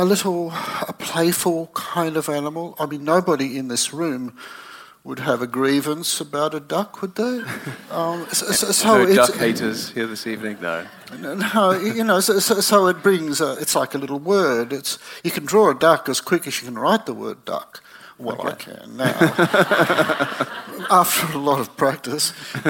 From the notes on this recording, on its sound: This conversation was recorded in front of a live audience for our friends at the School of Life.